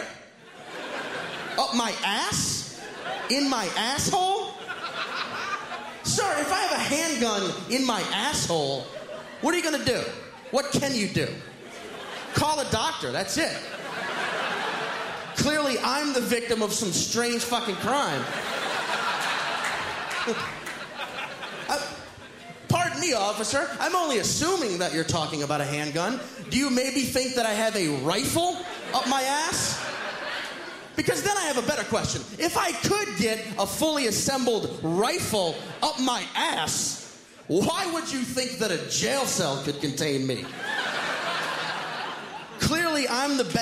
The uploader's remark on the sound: stand up from the Just For Laughs Festival in 2010